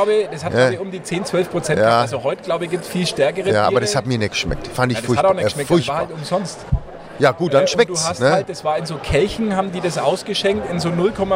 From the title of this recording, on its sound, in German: Die Stadtgrenzler live auf der Consumenta